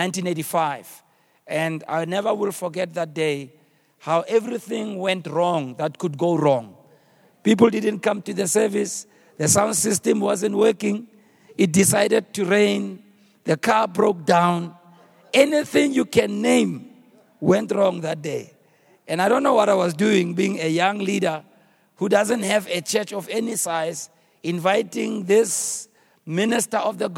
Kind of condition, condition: setting, live audience